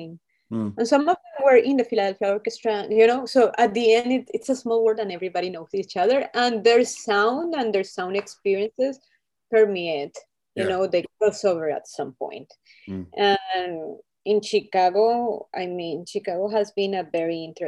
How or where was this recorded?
video call